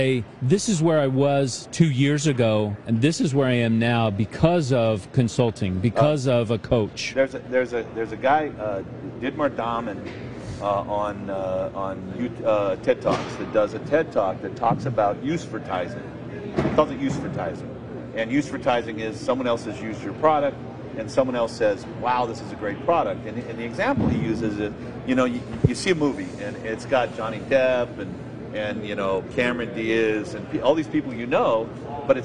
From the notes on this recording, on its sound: Marketing, from the Vision Hi-Tech Expo and Training. This show was recorded at the Vision Hi-Tech Expo and Training, an event we absolutely love to come to!